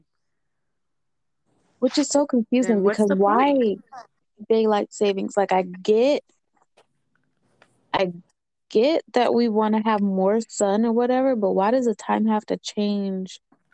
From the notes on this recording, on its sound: We did experience some technical difficulties that ended the episode midway through.